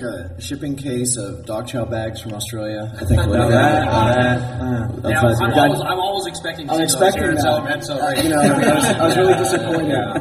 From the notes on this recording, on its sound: Live from Celebration Anaheim. The second issue of our audio magazine to be written and recorded at Celebration Anaheim.